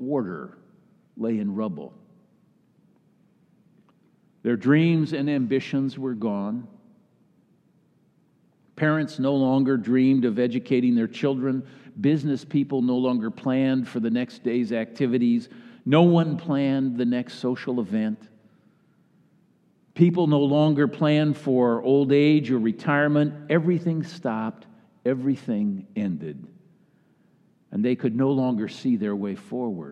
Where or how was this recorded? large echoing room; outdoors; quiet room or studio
large echoing room